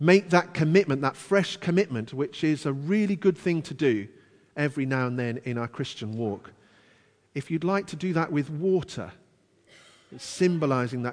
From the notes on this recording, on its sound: Christ Church, Bayston Hill (UK)